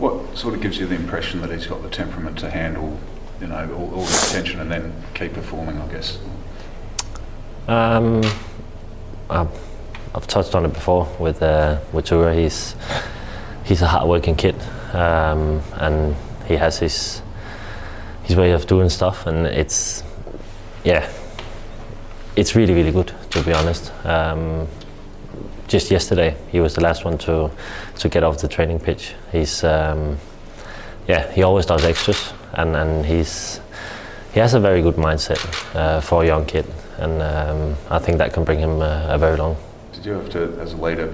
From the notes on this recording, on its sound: Press Conference. Speaks to the media at Coopers Stadium.